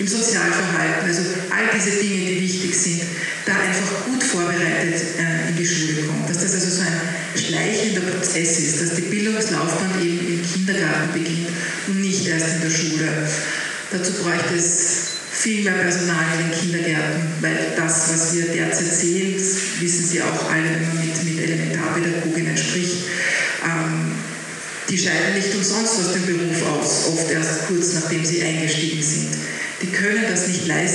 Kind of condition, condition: fault, poor sound quality